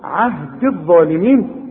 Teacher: الغي الياء دي بتاعت عهدي من النطق اذا وصلت، انما تثبت اذا وقفت. قال لا ينال عهدي عند الوصل عهد الظالمين، لانها ساكنه واللام ساكنه.